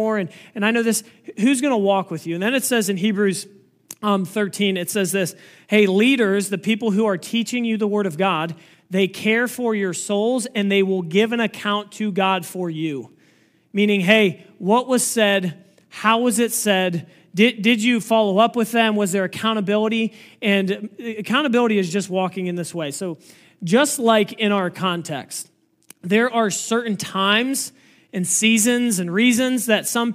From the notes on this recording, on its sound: This message was preached on August 20, 2023 at FIVE39 Church.